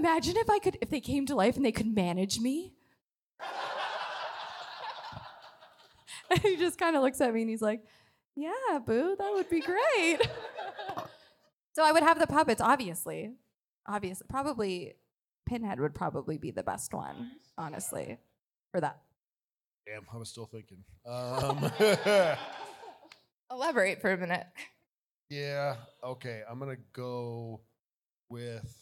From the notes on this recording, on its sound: Live (ish) from Joe Bob's Jamboree. Live in front of a studio audience. This took place on the 2nd day of Joe Bob’s Jamboree in Memphis.